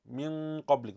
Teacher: the ghunna that comes with the kaf and the qaf is closer to idhar